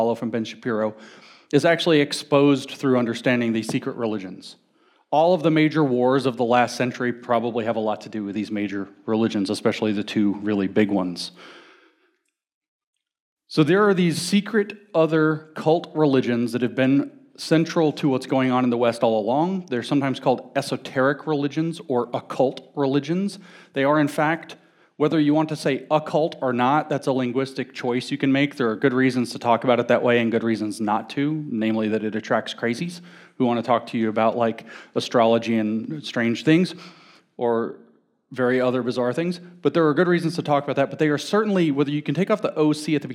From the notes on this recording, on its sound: talk at the Mere Simulacrity conference in Phoenix, Arizona